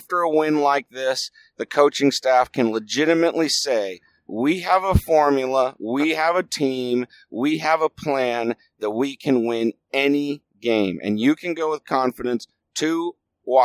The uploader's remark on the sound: Here’s the podcast I recorded on the road home. Can you tell I was yelling at lot at the game?